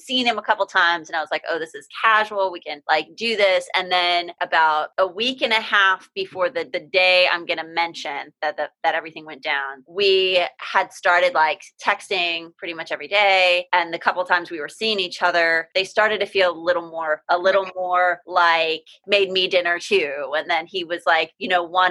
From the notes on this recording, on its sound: This episode was recorded via a Zoom call. Please overlook any audio issues!